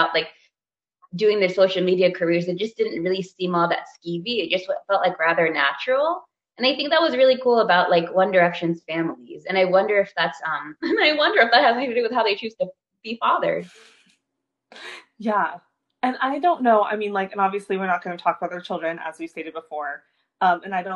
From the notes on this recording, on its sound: We would apologize for any technical glitches